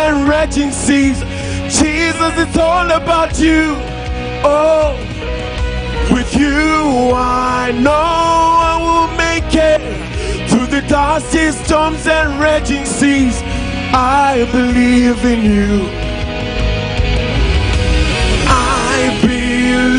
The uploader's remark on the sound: LIVE DIPLOMATIC SERVICE | ECG CHURCH